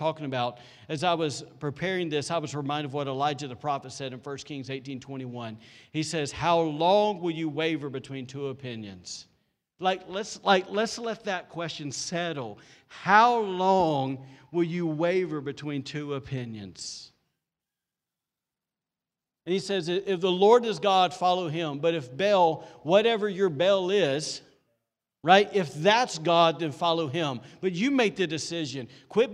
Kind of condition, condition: setting, large echoing room